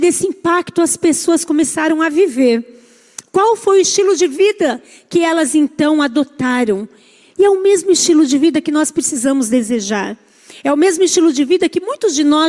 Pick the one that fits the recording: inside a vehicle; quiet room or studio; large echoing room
large echoing room